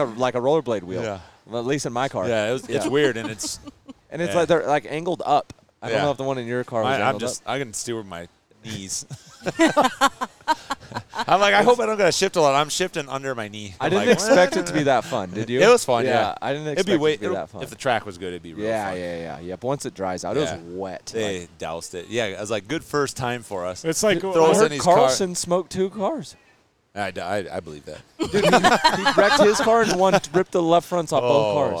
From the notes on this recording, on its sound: Live at Fall Crandon races.